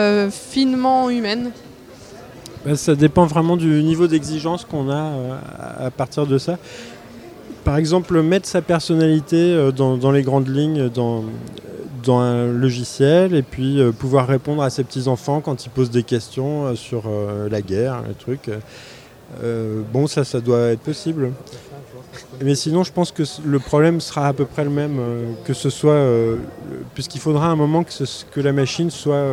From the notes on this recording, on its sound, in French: enregistrée en direct des Utopiales le 29 octobre 2016